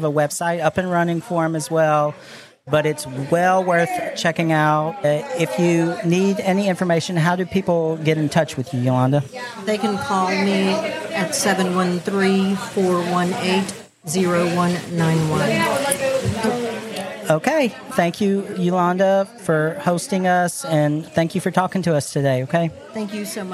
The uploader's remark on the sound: Live at the back 40 Bunkhouse for the HCC Tropical Shoot Event.